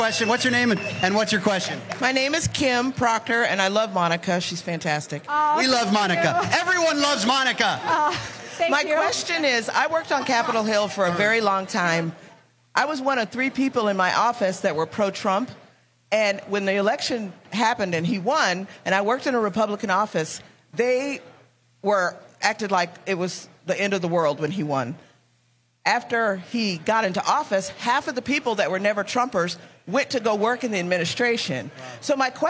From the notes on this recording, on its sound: Live From CPAC